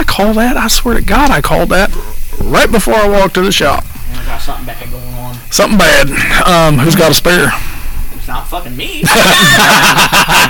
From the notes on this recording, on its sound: Our sound quality isn't great this week due to being outside